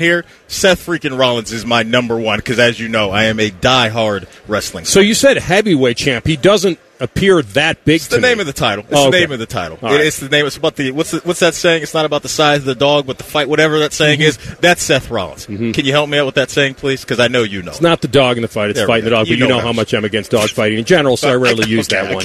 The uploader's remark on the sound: Live from Radio Row in Vegas!